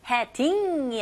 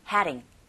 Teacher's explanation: 드 사운드가 거의 안 들리고 몸 사이에 자리 잡고 있는 드 역시 트 사운드처럼 플랩 현상에 의해서 R 소리에 가깝게 들려주게 됩니다 · Shown in: second take · 그래서 가만히 들어보시면 heading이 아니라 heading.